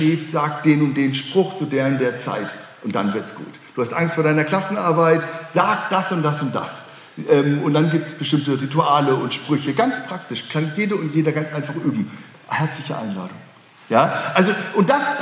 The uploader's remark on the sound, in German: Öffentlichen Vortrag. Hatte das Theologische Forschungskolleg der Universität Erfurt.